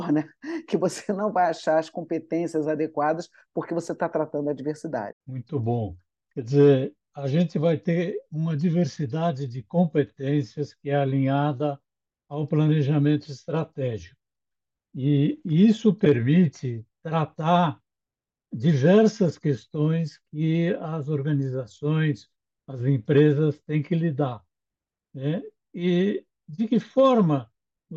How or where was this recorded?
video call